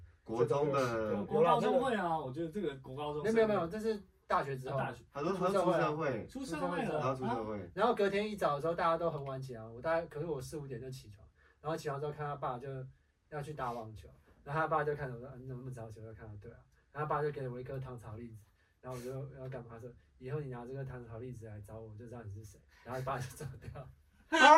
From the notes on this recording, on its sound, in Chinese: 錄音重大失誤，抱歉！我們忘了按下介面器上的錄音按鍵。